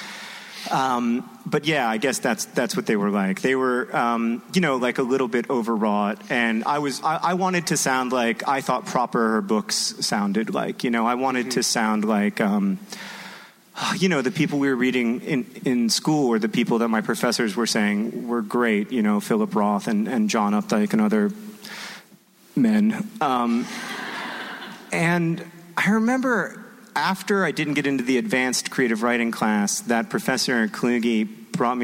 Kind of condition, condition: setting, busy venue